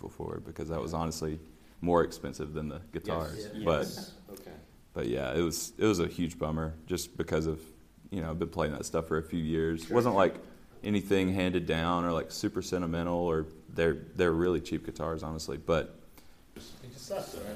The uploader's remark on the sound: LIVE at SXSW 2023.